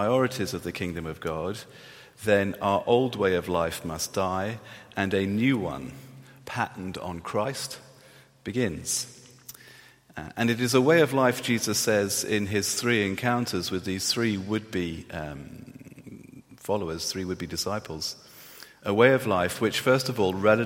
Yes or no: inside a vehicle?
no